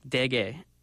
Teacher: When you put it in the middle, like dege, that aspiration completely went away.